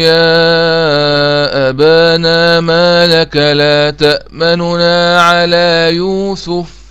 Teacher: وأختلس حركة الضم، يعني أقرأ الضم بسرعة شوية · Term: الروم